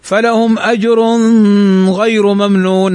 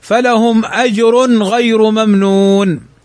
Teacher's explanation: تنوين أتى بعده الغين، والغين من حروف الإظهار فيجب الإظهار · Shown in: second take